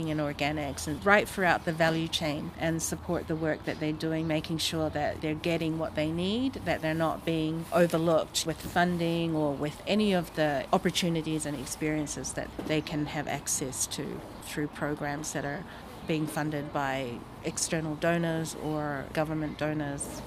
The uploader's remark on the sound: This RAW episode is quite raw indeed: The interview was taken just outside the Tauranga food show, and you'll hear some background sounds. The seagulls gave a concert especially at a crucial point of the conversation!